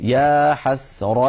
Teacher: فنبين بأن يا لوحدها يعني لابد من نطق الألف